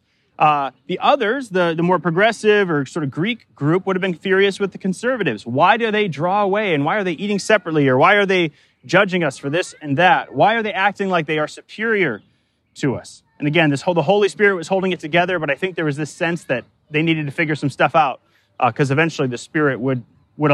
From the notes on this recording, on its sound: Delivered live in the park, at Capital City Church, in St.